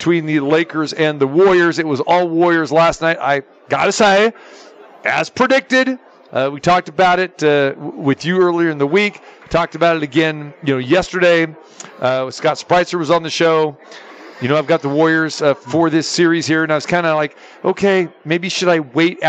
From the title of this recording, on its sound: Live From the Super Book at the Westgate Las Vegas